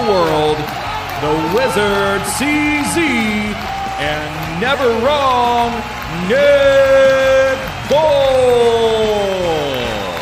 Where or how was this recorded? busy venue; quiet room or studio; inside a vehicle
busy venue